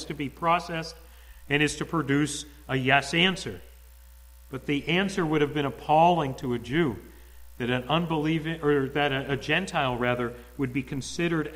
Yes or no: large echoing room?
yes